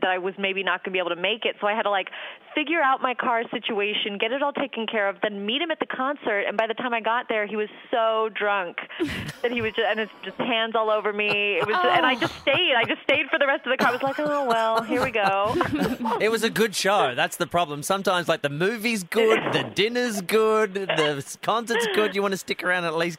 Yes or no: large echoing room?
no